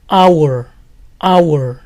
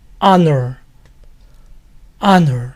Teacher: La H inicial en la mayoría de palabras en inglés suena a j, pero estas dos palabras son la excepción, se pronuncian con H muda.